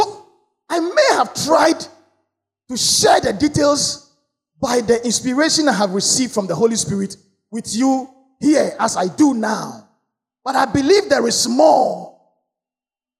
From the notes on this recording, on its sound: Sermon preached at CBC Shiashie Campus